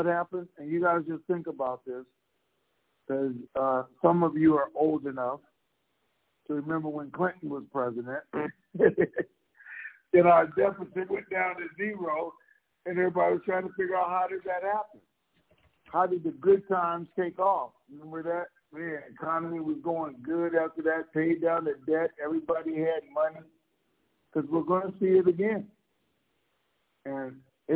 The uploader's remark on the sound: TNTSuperfantastic Conference Call